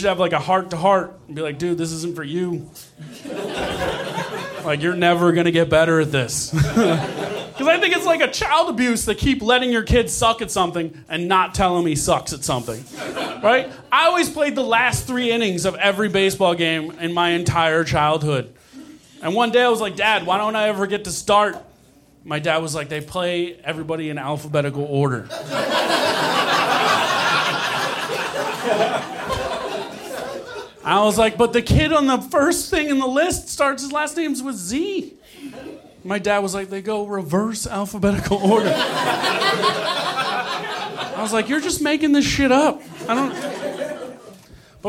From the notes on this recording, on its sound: Recorded Nov 2017 at New York Comedy Club in New York City.